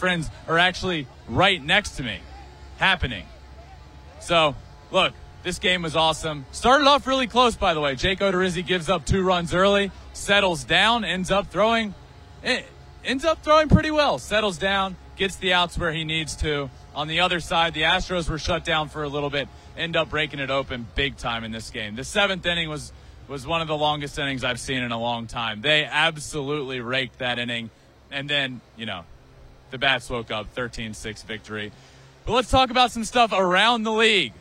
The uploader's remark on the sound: LIVE REACTION FROM ANGELS STADIUM. LIVE from Angels Stadium in Anaheim.